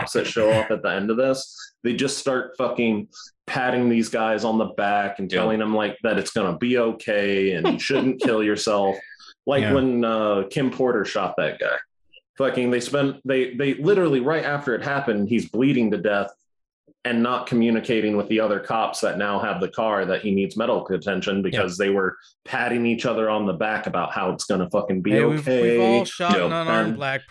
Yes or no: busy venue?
no